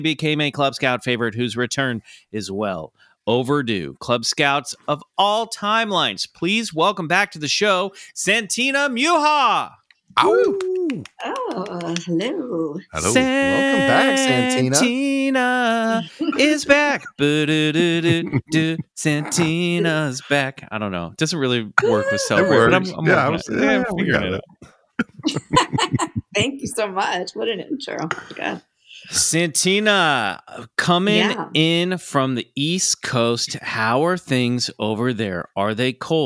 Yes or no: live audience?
no